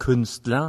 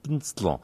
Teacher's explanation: das R kommt dann gleich an das L ran ohne E. · Shown in: second take